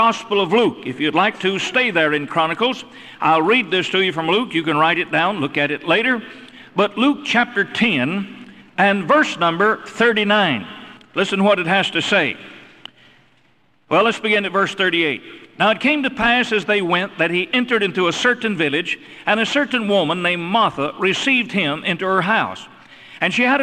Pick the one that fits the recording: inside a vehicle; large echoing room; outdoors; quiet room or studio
large echoing room